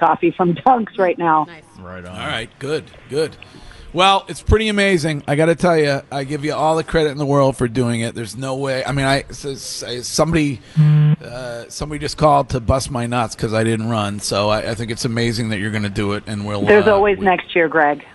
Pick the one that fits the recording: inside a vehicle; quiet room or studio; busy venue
busy venue